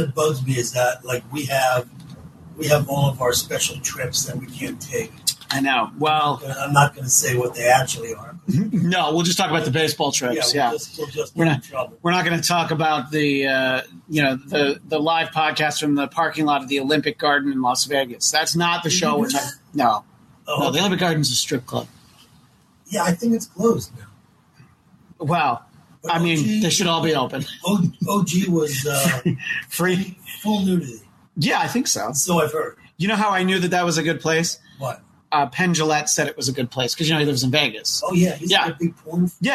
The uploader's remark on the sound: A compilation of two live streams. Socially and emotionally distant while sitting on the patio.